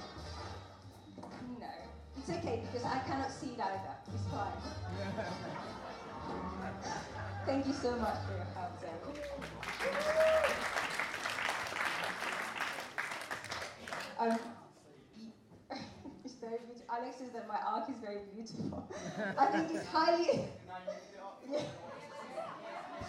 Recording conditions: poor sound quality